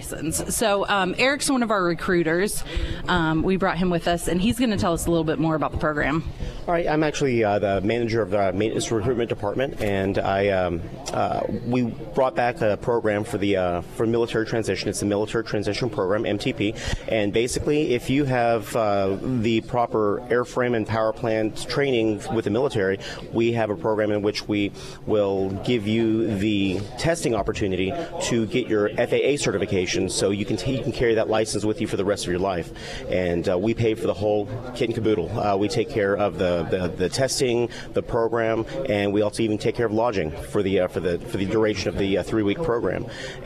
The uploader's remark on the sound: live at Scramblers Diner for the Friday Roadshow.